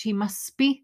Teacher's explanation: Listen to the pronunciation, silent T, because of fast connected speech